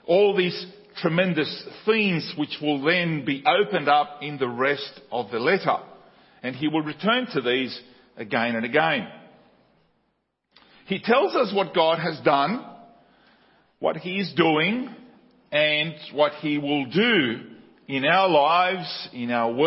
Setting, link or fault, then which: setting, large echoing room